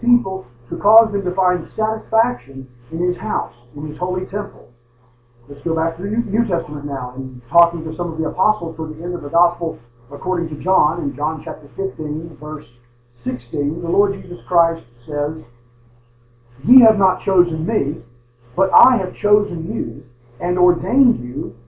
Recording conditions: poor sound quality